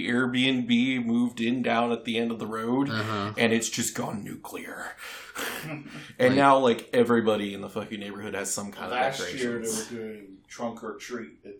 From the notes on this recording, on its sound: Since we recorded with a solo mic.